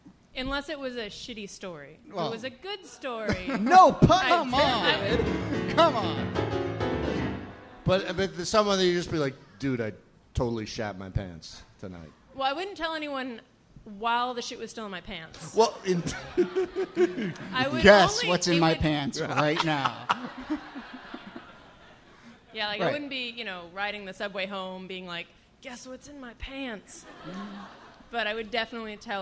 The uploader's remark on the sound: Ask Roulette is a conversation series in which strangers ask each other questions on stage. This excerpt is from our July show at Housing Works Bookstore in New York City.